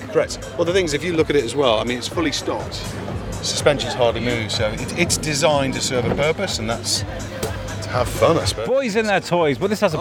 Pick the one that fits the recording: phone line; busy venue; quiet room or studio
busy venue